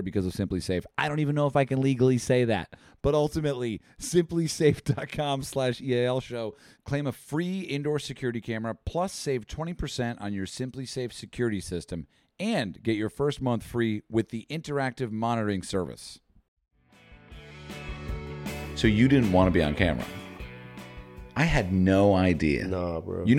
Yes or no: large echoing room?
no